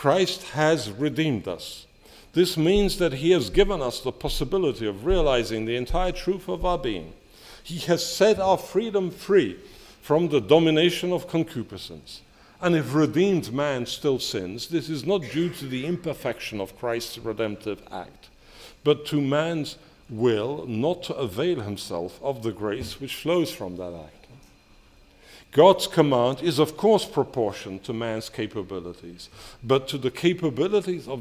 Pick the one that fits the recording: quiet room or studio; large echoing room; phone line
large echoing room